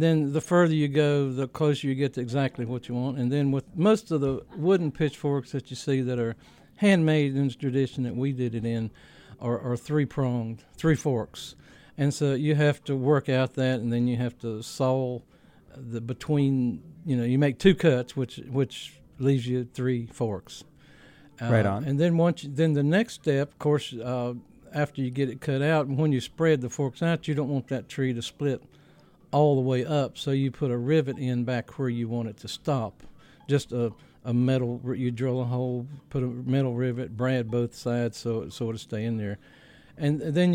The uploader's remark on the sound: Recording made at the Virginia Folklife Apprenticeship Showcase on September 21, 2014.